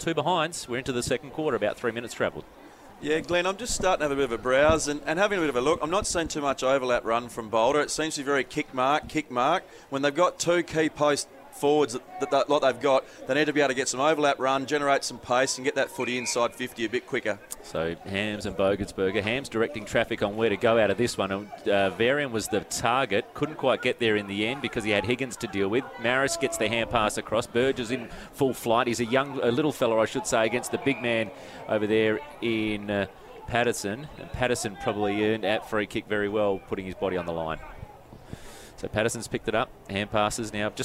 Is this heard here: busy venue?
yes